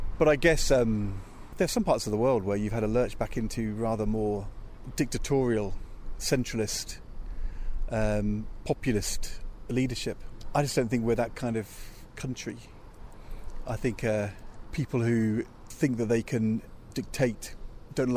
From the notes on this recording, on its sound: Inspiring Leadership Conference 2022, which took place in Birmingham. Interviews recorded during the conference.